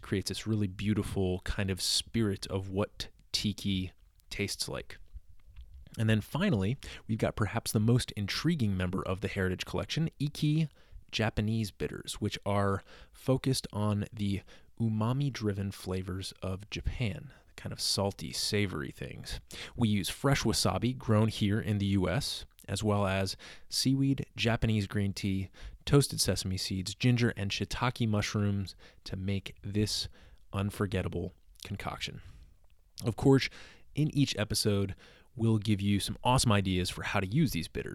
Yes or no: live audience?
no